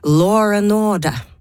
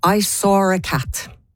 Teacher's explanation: man har begynt å putte på sånn R også på ord, slutten av ord som ikke I utgangspunktet har R I seg, for å skape den her samme flyten I sammenhengende tale, sånn at vi har for uttrykk som law and order ja, I stedet for law and order ja. · Term: linking R